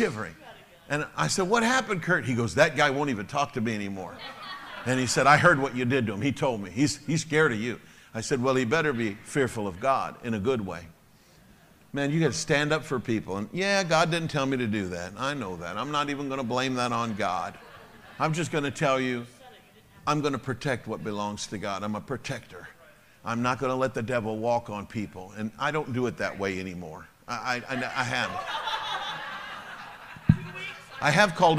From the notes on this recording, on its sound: Sunday Evening Service. Message delivered to His Church World Outreach Center.